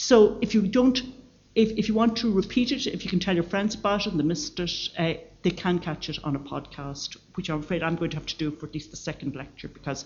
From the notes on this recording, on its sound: Library Lunchtime Lecture. Royal Irish Academy.